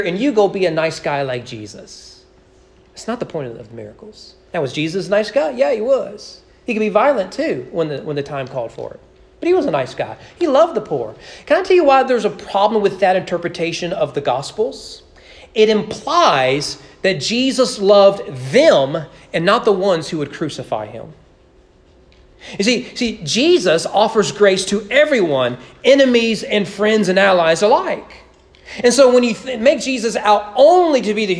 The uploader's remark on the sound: Sermon preached at East Frankfort Baptist Church on January 2, 2021 during morning worship.